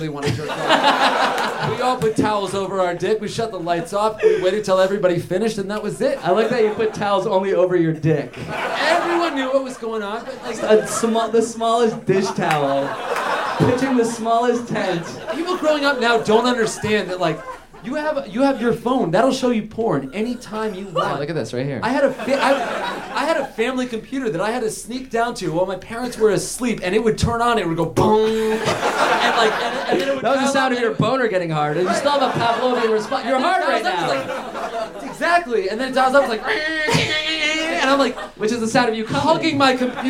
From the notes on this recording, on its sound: Live At UCB Theatre in LA! Recorded live at UCB Theatre in Los Angeles!